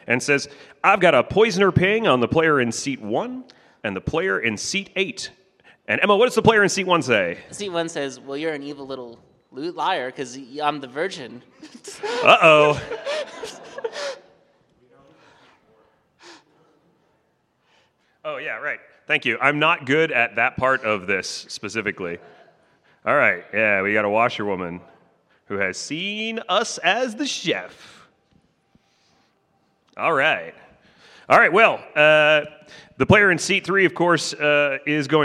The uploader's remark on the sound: Grim Scenarios Live! From Las Vegas.